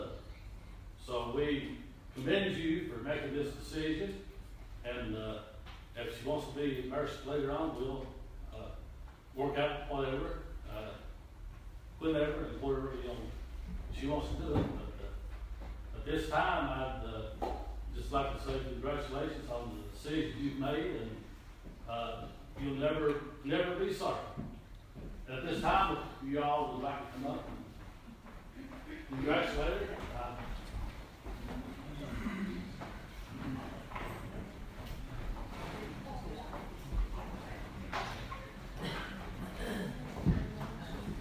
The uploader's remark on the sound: Audio recording of service at Persia United Methodist Church in Rogersville, TN